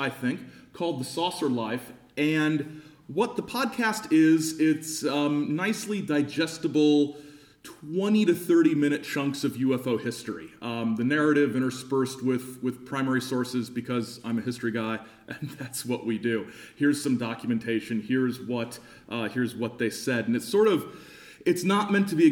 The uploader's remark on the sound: Live in Halifax, 2018